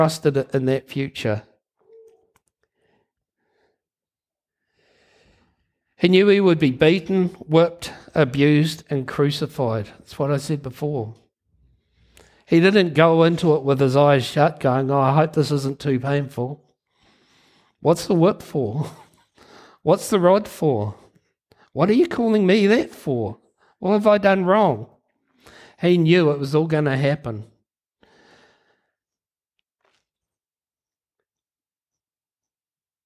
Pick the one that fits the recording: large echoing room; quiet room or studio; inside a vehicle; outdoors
large echoing room